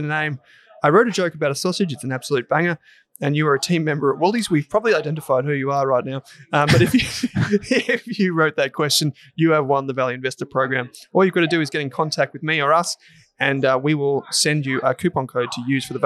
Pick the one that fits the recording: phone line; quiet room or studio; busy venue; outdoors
busy venue